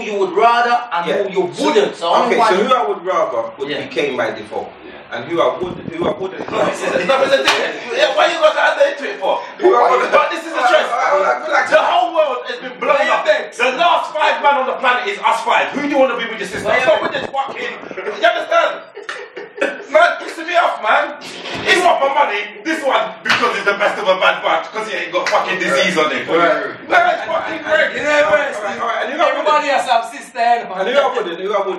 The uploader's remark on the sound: messed up the recording